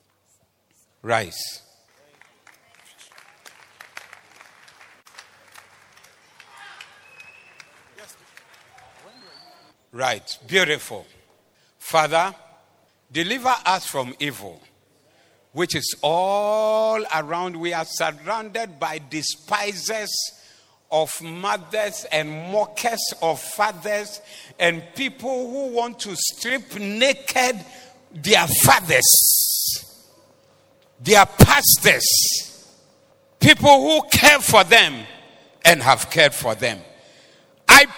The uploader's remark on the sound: Preached at the Doxa Service 29102023